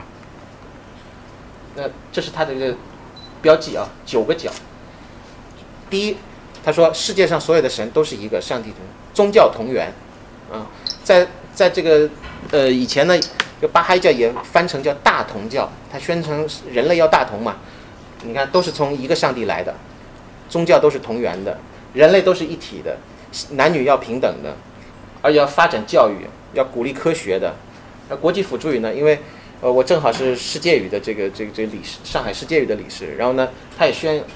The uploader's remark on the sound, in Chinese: 本系列音频是由“复兴论坛”系列讲座录音整理而成